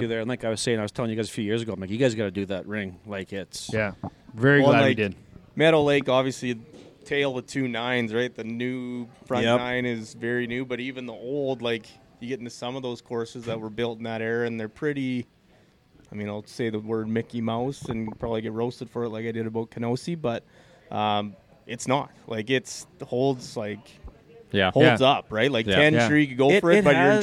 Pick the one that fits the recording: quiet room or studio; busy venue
busy venue